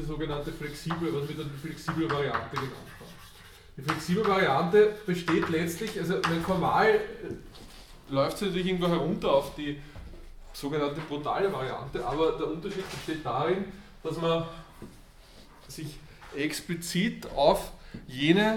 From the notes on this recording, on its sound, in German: Diese Vorlesung wurde von Studierenden aufgenommen